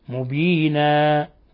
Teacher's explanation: حال الوقف على تنوين الفتح تنقلب، ينقلب هذا التنوين إلى ألف ويكون هذا المد اسم مد عوض.